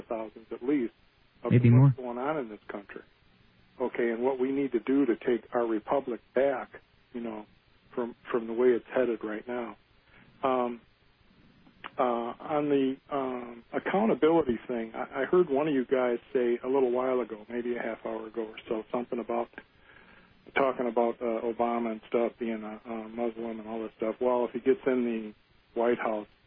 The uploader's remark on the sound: In this episode we take phone calls from listeners.